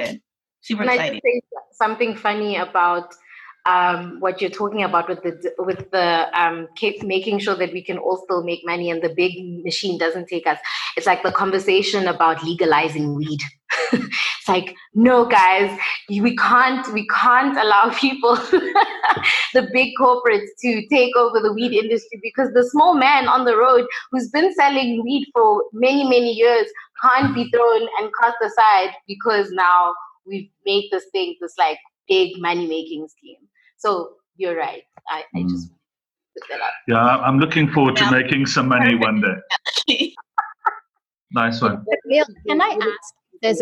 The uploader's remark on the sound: Africa Podfest virtual panel discussion. A virtual panel discussion arranged by Africa Podfest.